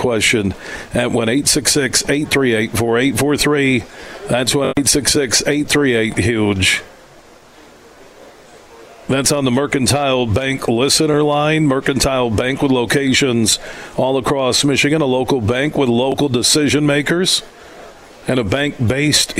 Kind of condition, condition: setting, busy venue